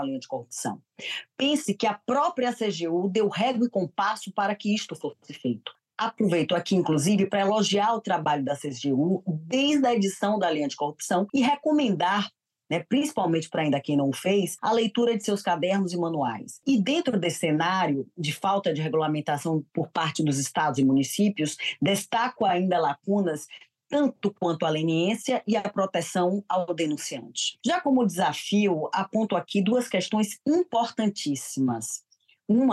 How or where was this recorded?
video call